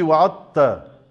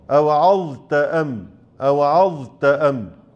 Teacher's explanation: أبين الظاء ثم آتي بالتاء · Shown in: second take · Term: إظهار الظاء